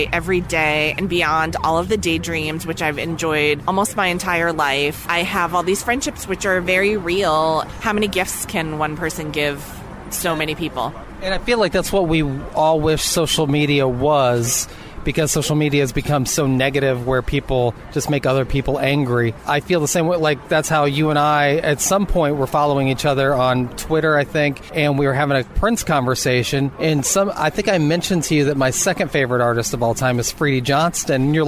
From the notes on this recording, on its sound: sat down outside a cute little cafe in Los Angeles